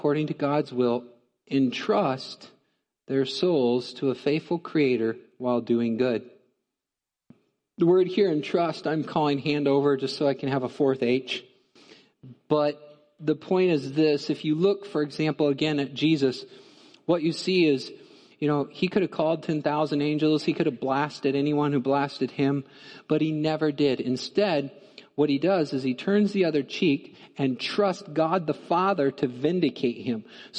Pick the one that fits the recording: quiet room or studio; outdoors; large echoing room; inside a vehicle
large echoing room